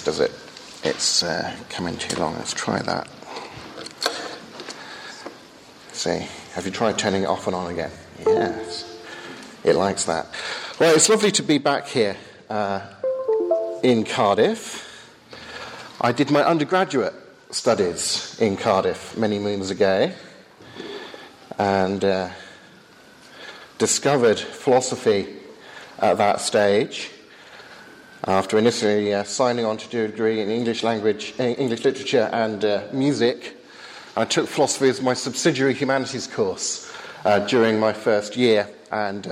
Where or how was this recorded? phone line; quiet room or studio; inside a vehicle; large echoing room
large echoing room